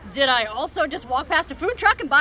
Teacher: It's fast, it's a lot of pitch variability, the voice has a bright kind of timbre to it. · Term: happy voice